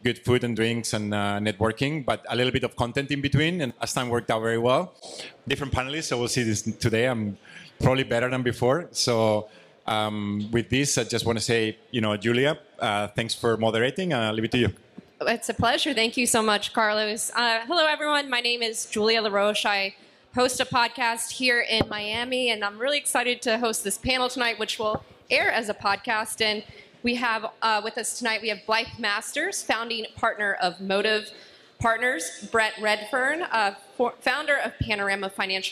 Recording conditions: busy venue